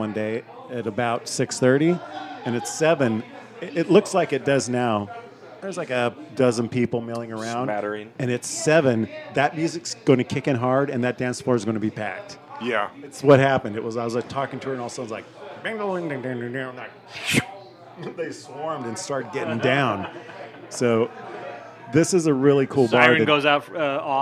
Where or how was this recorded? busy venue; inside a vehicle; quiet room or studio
busy venue